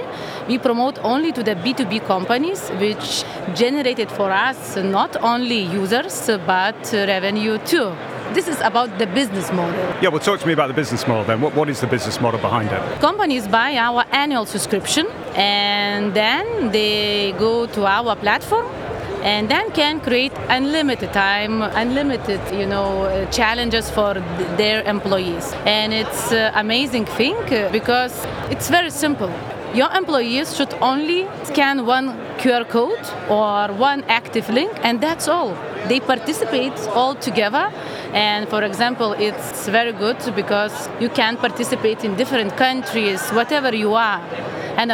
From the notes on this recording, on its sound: The final episode recorded at Slush in Helsinki, that we produced in partnership with Remote, the global HR platform, where we recorded a series of interviews from Remote's booth with a number of the speakers and attendees.